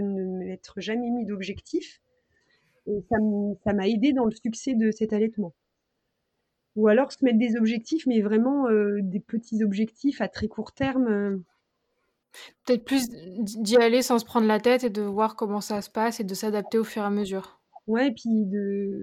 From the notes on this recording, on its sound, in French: Cet épisode est enregistré à distance, nous nous excusons de la qualité de l’enregistrement.